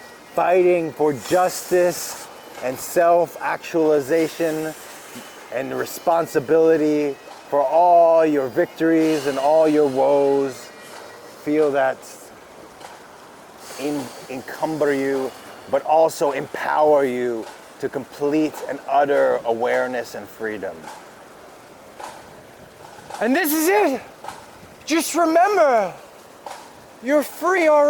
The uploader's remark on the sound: recorded this on Tour in Fredericton in front of their City Hall